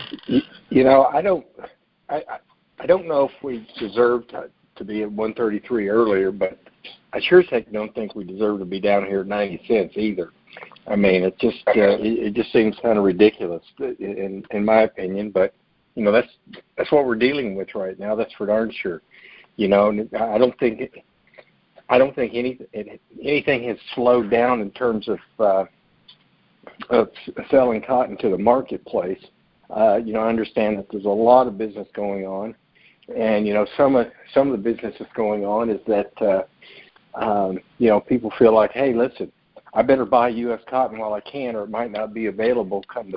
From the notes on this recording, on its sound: Monthly Conference Call